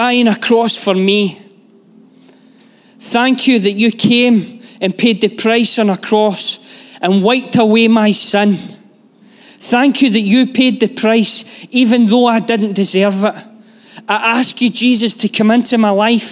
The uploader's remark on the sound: Live from our Sunday gathering on 21/05/23